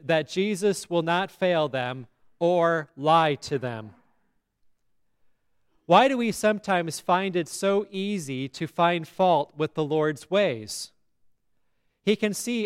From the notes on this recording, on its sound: Listen to today's sermon at Grace Lutheran Church in Lexington, MO.